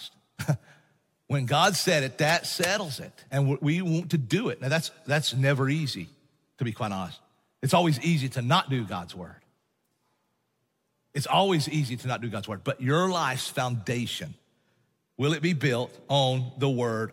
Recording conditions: large echoing room